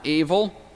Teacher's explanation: Note the accent on the first syllable, a segol in the second syllable.